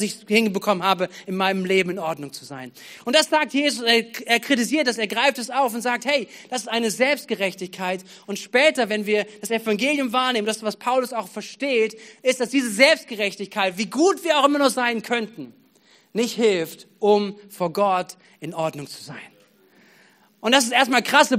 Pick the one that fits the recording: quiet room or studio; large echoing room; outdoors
large echoing room